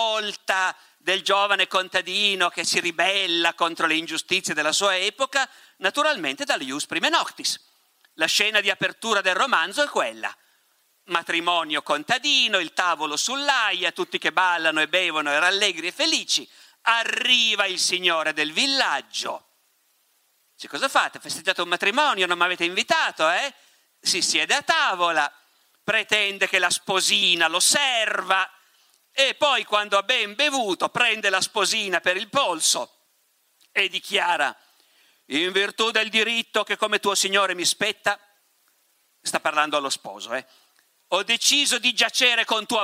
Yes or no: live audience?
yes